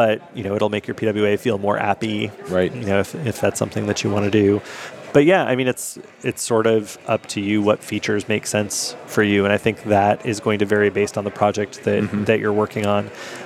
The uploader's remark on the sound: LIVE at Microsoft Ignite. This episode of JavaScript Jabber comes to you live from Microsoft Ignite.